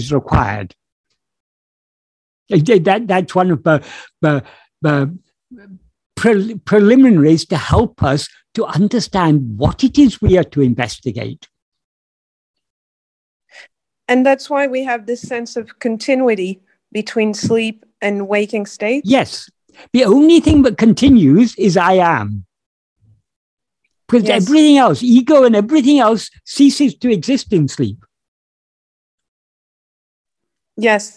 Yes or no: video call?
yes